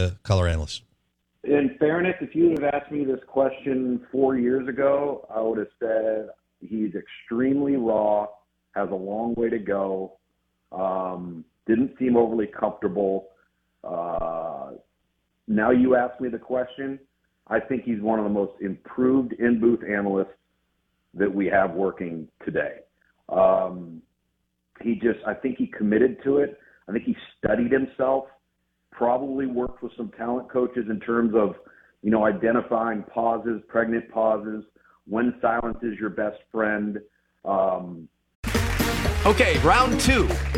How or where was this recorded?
phone line